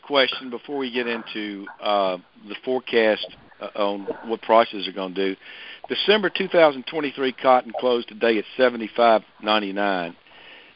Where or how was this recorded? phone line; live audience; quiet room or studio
phone line